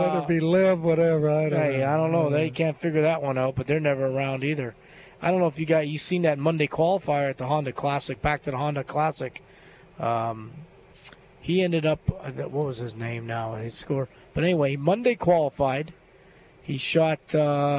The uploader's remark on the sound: LIVE From Terry Thompson Chevrolet